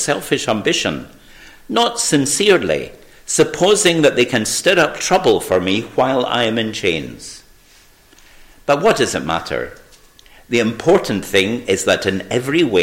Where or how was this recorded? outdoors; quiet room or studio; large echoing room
large echoing room